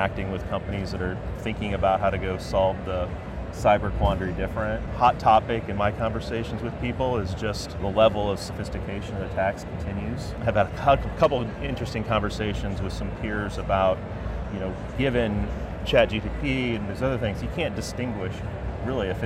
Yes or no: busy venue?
yes